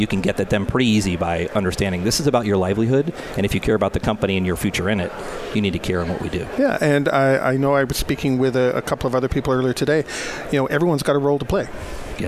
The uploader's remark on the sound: Broadcasting live from DRJ 2018 in Phoenix Arizona